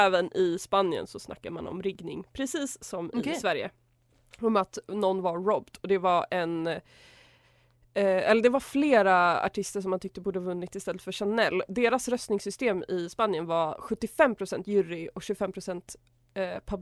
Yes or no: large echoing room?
no